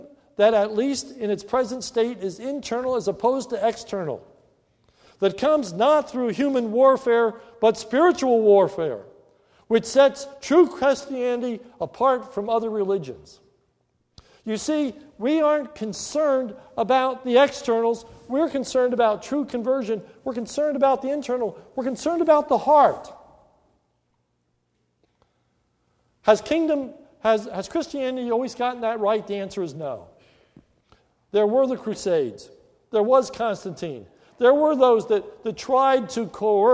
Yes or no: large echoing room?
yes